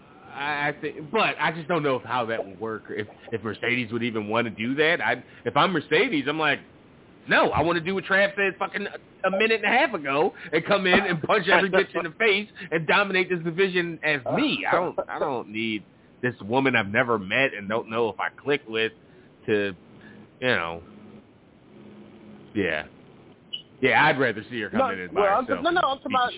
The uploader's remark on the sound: Live calls and much more. Weekly caller, email and tweet driven show. Leave a voicemail to be played on-air.